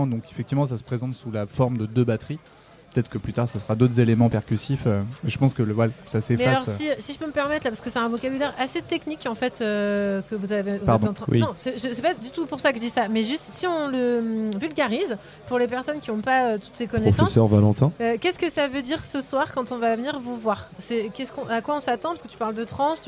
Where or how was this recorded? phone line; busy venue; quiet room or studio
busy venue